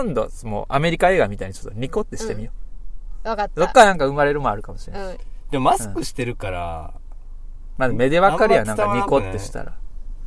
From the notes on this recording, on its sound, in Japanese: スタジオを飛び出しての収録～！機材車 ではなくディレクターの車で収録しました。（サヌキロックの会場にて）。